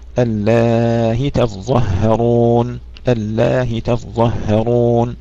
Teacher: يسهل الهمزة مع مد الألف أو قصرها وبدون ياء بعدها · Term: التسهيل